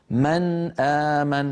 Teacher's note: فالنون ساكنة من طرف اللسان والهمزة بعدها من أقصى الحلق، فهما حرفان متباعدان لأن المخرجين متباعدين